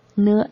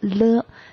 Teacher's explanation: 呢呢是鼻孔出气，也就是说它是鼻音，了呢是舌头两边出气，也就是边音